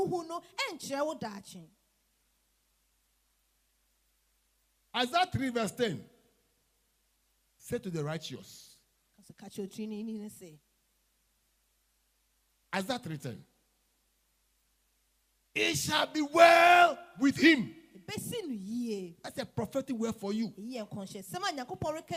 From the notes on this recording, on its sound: Preached At LCC Goshen